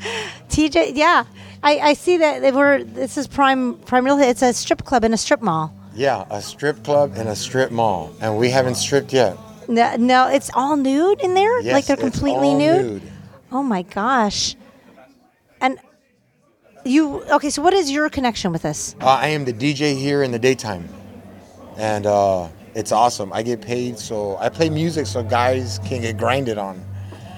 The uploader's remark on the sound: At his day job, a strip club in Orange County where he DJ's. Inside this "classy" strip club. Then we visit with some lovely ladies in the strippers' dressing room.